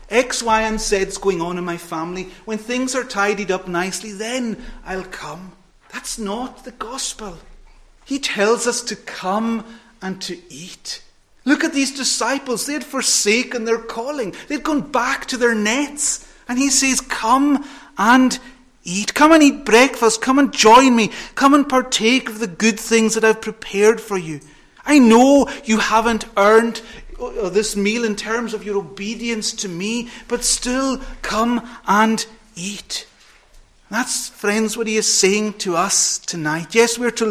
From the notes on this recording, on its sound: Friday Evening Communion Preparatory Service, recorded at North Harris Free Church on the evening of Friday 16th September 2022.